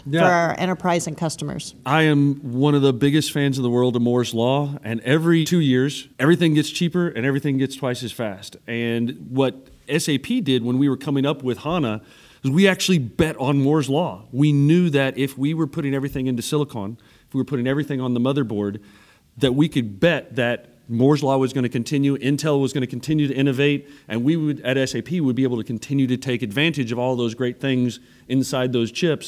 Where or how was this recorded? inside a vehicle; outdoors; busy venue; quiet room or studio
busy venue